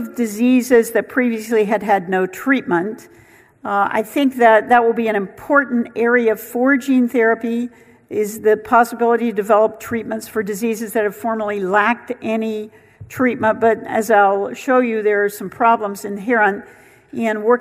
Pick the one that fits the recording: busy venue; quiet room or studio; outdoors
busy venue